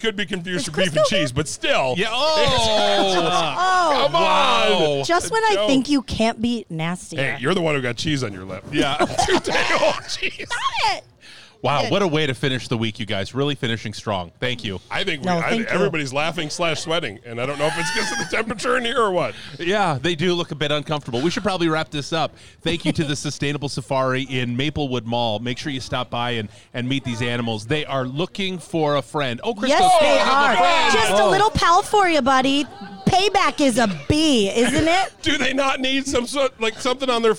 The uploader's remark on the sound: We do this podcast live from Sustainable Safari inside Maplewood Mall. Different location, same podcast shenanigan's!